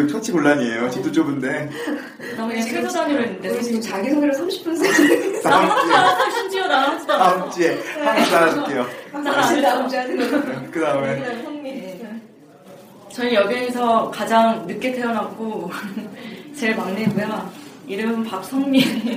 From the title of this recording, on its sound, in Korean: 라디오 음질